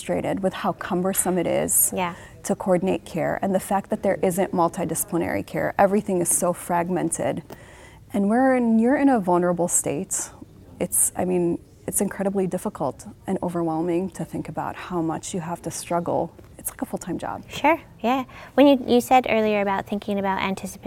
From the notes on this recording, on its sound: Recorded at HIMSS22.